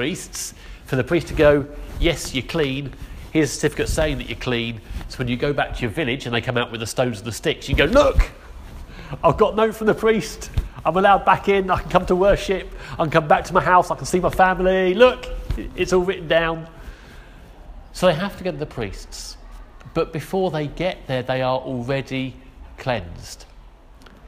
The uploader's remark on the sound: Our sermon from the 9am service